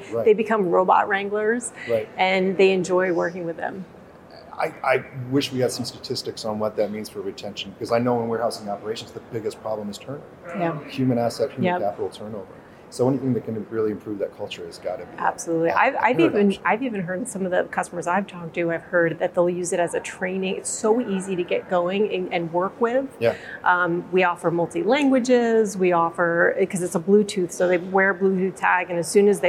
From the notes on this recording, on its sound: On the set of Manufacturing Matters at the Autonomous Mobile Robotics and Logistics Conference, located at the Vision show in Boston